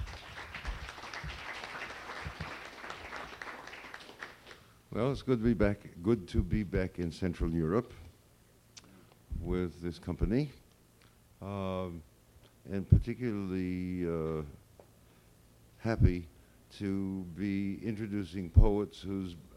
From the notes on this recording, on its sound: Bilingual Reading and Discussion with Polish Poets. Read their poems to the audience.